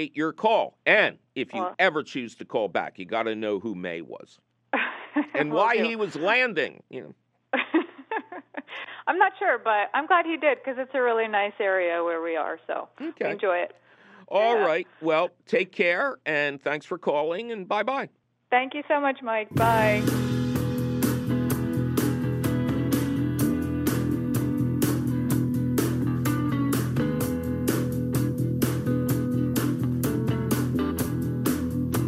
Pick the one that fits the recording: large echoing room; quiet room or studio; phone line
phone line